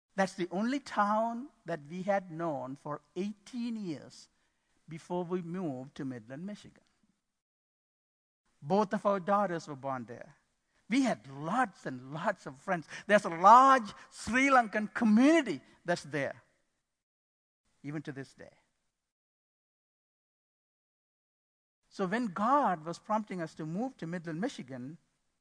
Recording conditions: large echoing room